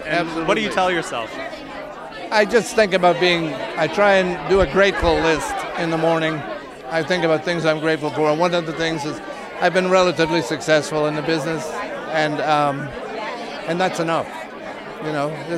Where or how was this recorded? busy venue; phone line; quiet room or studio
busy venue